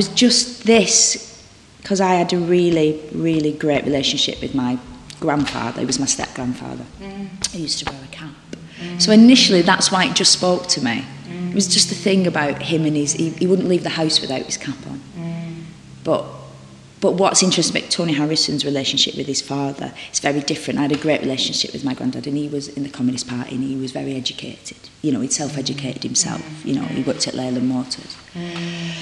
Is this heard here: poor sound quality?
no